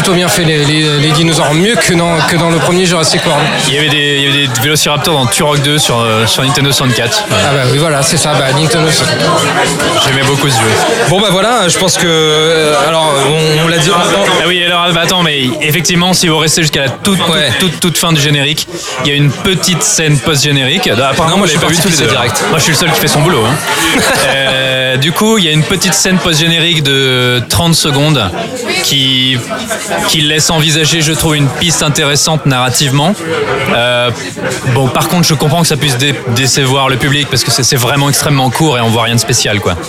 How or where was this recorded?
busy venue